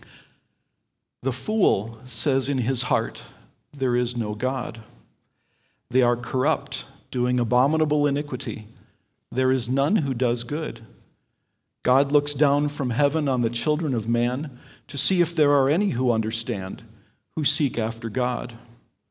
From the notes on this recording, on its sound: Delivered Sunday, September 6, 2020 at Woodridge Community Church (New Berlin, WI).